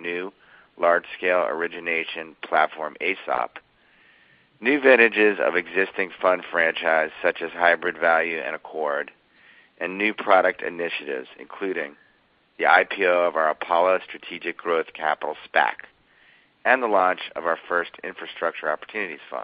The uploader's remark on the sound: Earnings Conference Call